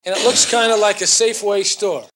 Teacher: So it's a rather soft or even deleted R, a sort of what we call a non-rhotic pronunciation. It's more like store than store.